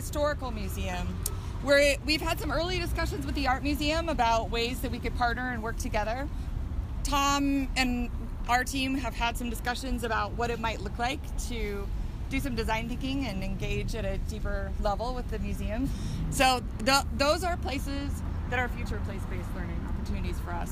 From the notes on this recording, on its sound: take you on a walking tour of downtown Boise